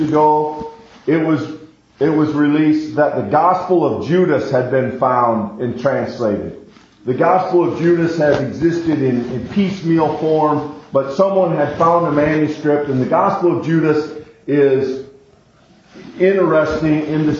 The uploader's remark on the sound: We apologize in advance for the poor recording quality, we expect to have our equipment malfunction corrected for the next episode.